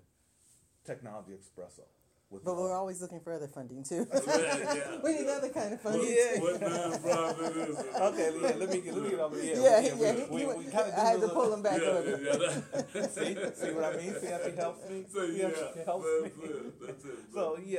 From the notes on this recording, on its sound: Live Coverage of the NSBE43 Kansas City Missouri Convention attended by 11,000 Black Engineers